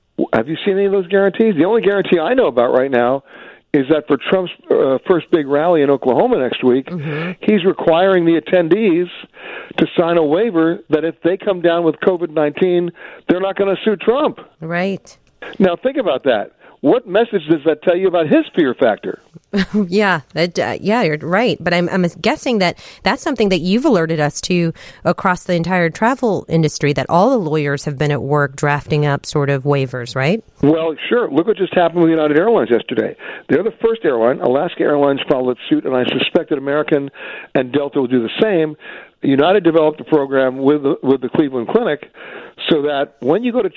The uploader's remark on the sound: he takes your phone calls